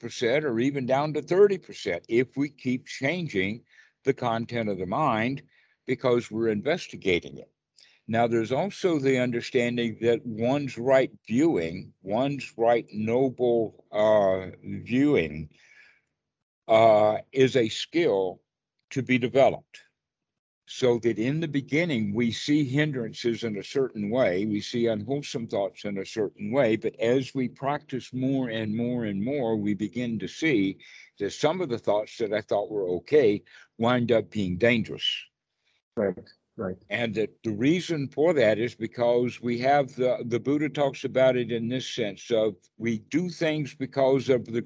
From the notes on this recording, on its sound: skype calls on this channel